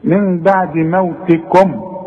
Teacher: موتكم كلها مرققه، الميم لازم نظهرها